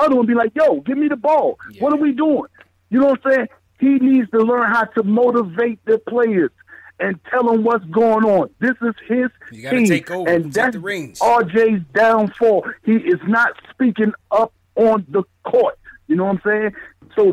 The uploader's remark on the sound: Post Game Show. Take live phone calls from fans around the world.